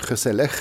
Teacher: nederlandsk G blir uttala som en harkelyd på, ja, på nederlandsk.